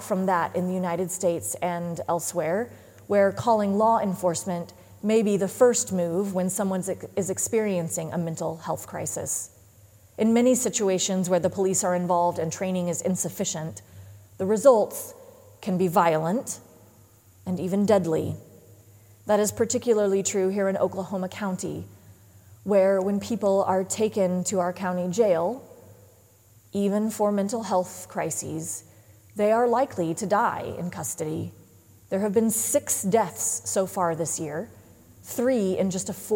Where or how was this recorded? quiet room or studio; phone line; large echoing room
large echoing room